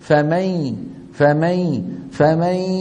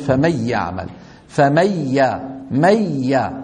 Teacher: بعد ما بنطق الميم، الميم هذه الميم، بنتقل مباشرة لمخرج مين؟ الياء، ويبقى من النون غنتها، ما عاد طرف اللسان يقرع مخرج النون · Shown in: first take · Term: إدغام ناقص